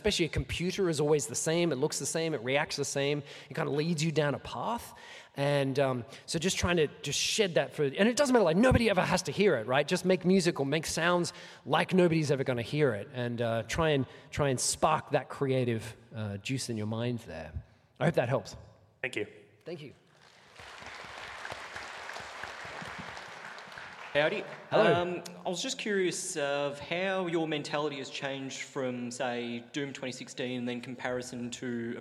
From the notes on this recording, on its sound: Here is the recorded panel I did at PAX 2023